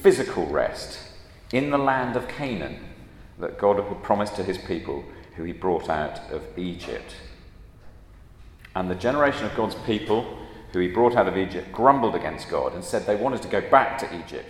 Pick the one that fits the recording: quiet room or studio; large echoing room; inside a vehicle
large echoing room